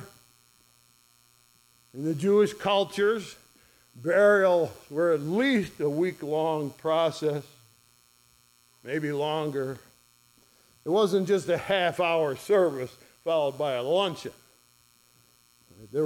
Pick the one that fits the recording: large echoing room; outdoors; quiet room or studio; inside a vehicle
large echoing room